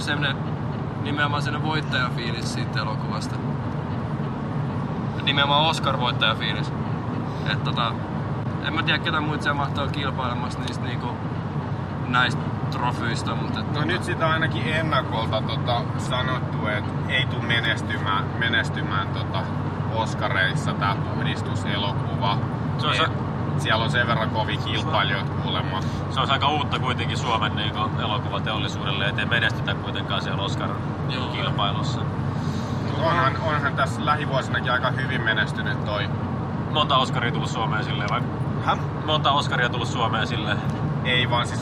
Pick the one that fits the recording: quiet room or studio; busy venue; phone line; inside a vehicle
inside a vehicle